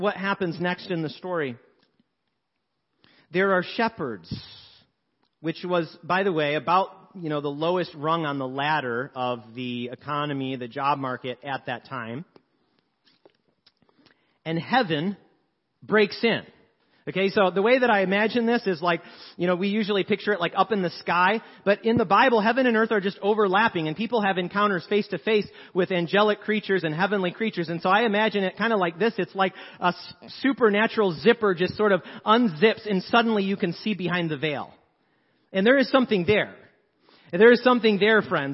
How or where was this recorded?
large echoing room